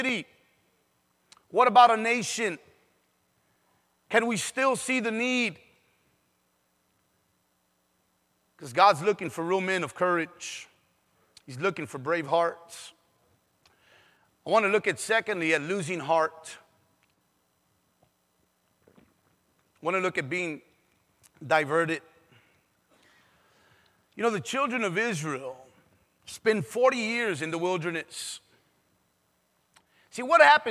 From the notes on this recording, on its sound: PREACHED IN SAN ANTONIO TX.